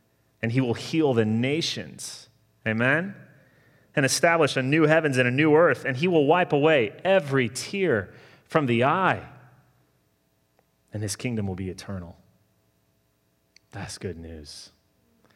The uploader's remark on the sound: Sermon delivered Sunday, November 22, 2020